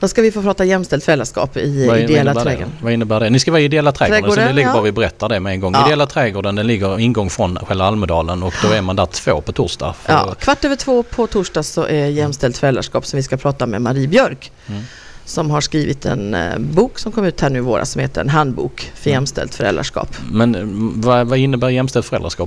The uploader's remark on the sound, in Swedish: Almedalen Special. Vi sänder live från Rigagränd 5 som ligger ett stenkast från Ideella Trädgården i Almedalen.